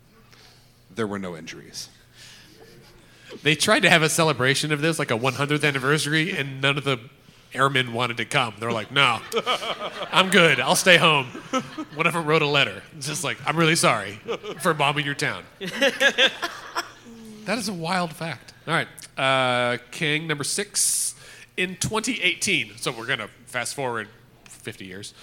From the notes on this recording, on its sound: Recorded with a live studio audience